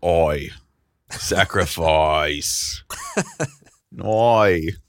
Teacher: He has such a distinctive way of pronouncing the vowel I. It's like oi